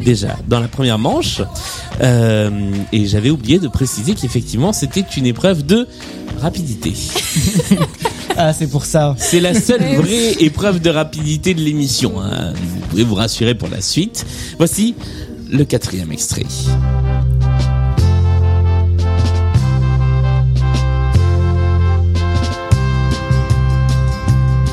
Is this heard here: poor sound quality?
no